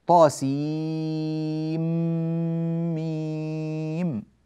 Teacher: طاسيم ميم، طا مد طبيعي يمد بمقدار 2 حركات. سين، النون الساكنة جاء بعدها ميم، فتدغم النون في الميم إدغاما بغنة ويذهب هذا السكون